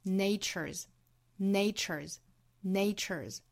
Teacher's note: Nature,注意后面加的 s 读浊音的 z.